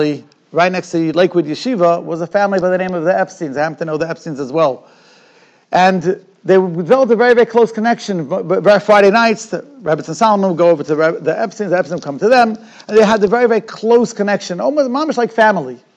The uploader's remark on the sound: Shiur recorded in Yeshivas Ohr Reuven, Monsey, NY.